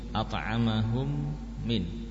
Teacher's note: Dibaca dengan idgham, ya. Sehingga gunanya sempurna.